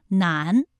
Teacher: 答案是南，它的前鼻韵母是安 · Term: 前鼻音